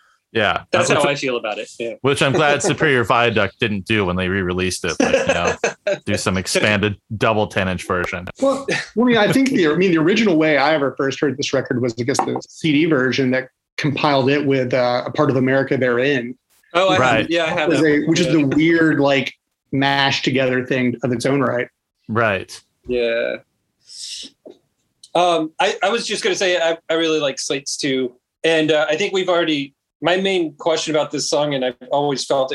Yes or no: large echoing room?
no